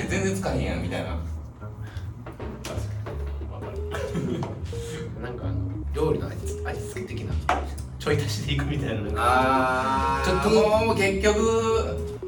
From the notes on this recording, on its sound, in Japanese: 伊丹GreenJamの楽屋より収録です。